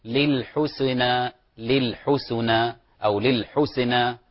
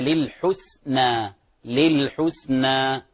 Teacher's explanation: السين في كلمة الحسنى سين ساكنة وهي همس، احذروا إخواني من قلقلتها · Shown in: second take · فلا نقول للحسنى للحسنى أو للحسنى، هي للحسنى للحسنى يعني ساكنة وفيها همس.